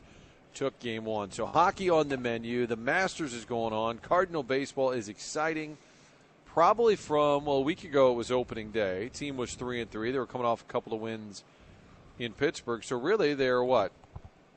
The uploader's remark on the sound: broadcasting live from Schnucks in O'Fallon